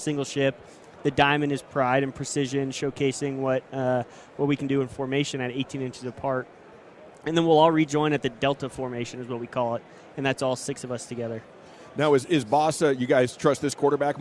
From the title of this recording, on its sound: live from Super Bowl Radio Row